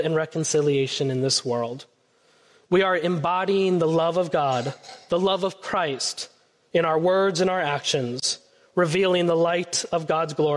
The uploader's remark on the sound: Preached on Sunday, February 11, 2024 at First Presbyterian Church of Allentown. A special song performed by our Faith Formation children.